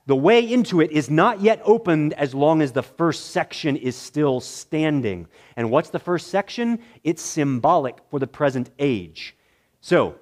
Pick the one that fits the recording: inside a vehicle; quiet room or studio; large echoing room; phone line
large echoing room